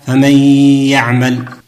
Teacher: نون ساكنة أتى بعدها حرف الياء والياء من حروف الإدغام بغنة